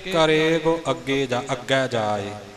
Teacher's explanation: ਕਰੇ ਗੋ ਗੱਗੇ ਦੀ ਔਂਕੜ ਥੋੜ੍ਹੀ ਜਿਹੀ ਬੋਲਣੀ ਹੈ